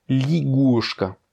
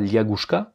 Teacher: Ça s'écrit liagushka, mais ça se prononce ligushka. Parce que le ya n'est pas accentué, il va se prononcer comme un i. · Shown in: first take